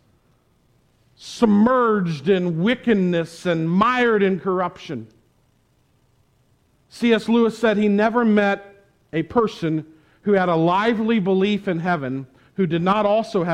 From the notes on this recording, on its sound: Preached at the Tarrant Bible Methodist Church on October 24, 2021. Preached at the Tarrant Bible Methodist Church.